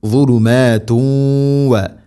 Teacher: തൻവീനിനെ വ എന്ന അക്ഷരത്തിലേക്ക് കൂട്ടിലയിപ്പിച്ച് മണിച്ചുകൊണ്ട് ഉച്ചരിക്കണം · Term: ഇദ്ഗാം ബിഗുന്ന